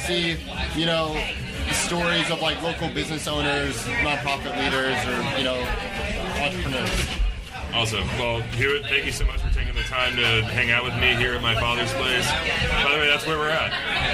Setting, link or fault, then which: setting, busy venue